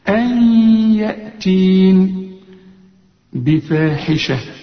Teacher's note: ان ياتين نون سكن وبعدها الياء، والياء من حروف الادغام لازم تغن